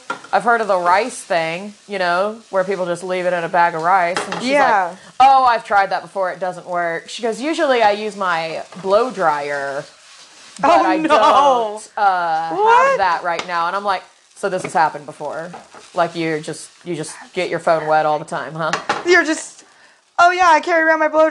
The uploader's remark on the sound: It's in our home kitchen recording while we BOTH cook something special from the movie!